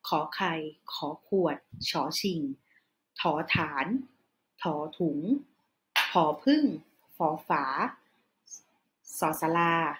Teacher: If you notice this, the tone of it will be quite high when you pronounce it. · Term: high class consonant